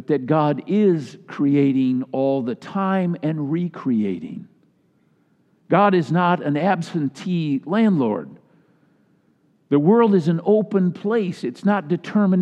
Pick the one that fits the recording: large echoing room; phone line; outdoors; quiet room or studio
large echoing room